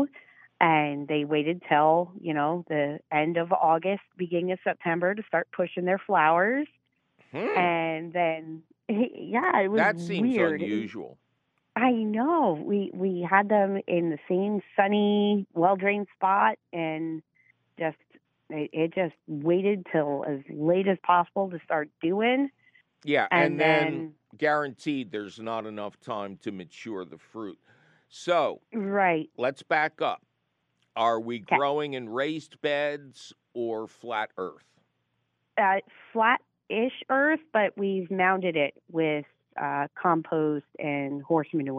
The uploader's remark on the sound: your fabulous phone calls!